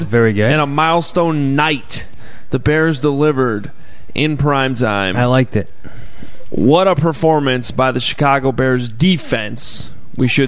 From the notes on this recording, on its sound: Live from Soldier Field.